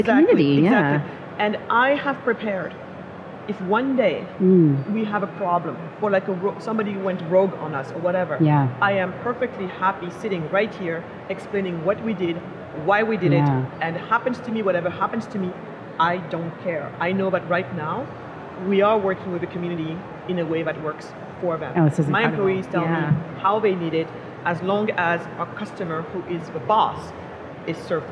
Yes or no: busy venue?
yes